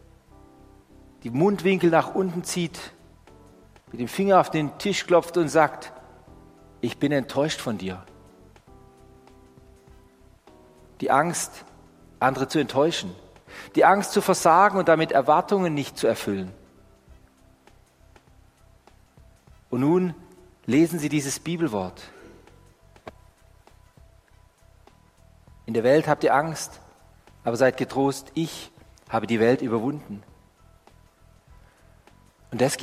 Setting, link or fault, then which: setting, large echoing room